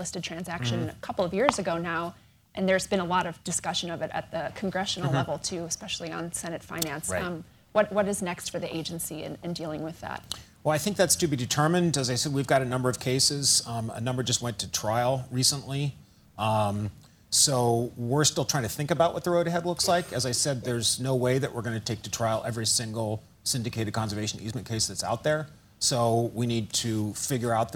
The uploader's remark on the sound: A bit of Q&A with the forum audience.